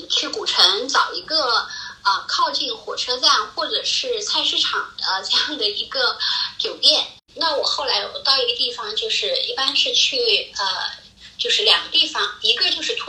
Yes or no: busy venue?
no